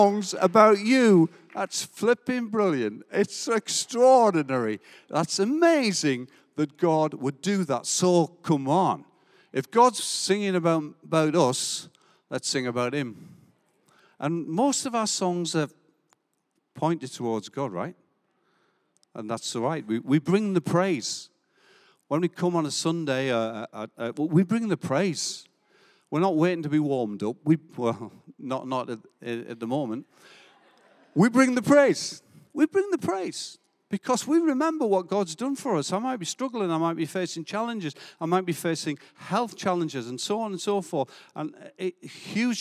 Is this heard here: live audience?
yes